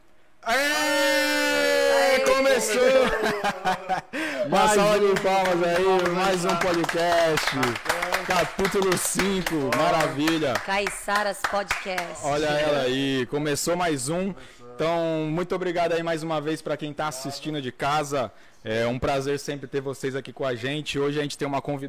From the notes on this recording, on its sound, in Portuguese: Caiçaras Podcast (Ao Vivo).